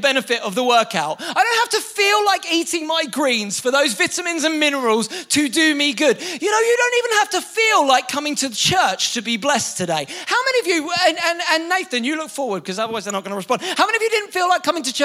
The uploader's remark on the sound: Recorded live at the Chesterfield Campus this is the message from the evening service on the 17th November 19.